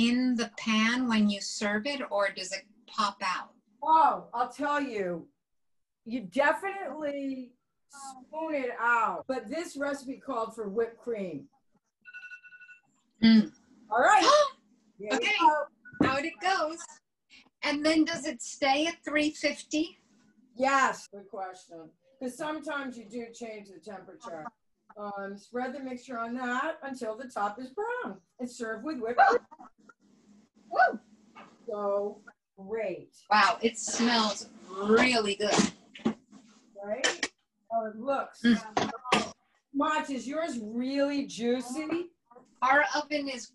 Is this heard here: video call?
yes